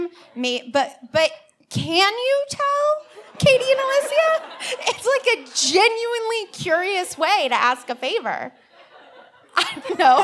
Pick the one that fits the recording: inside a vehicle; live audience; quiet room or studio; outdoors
live audience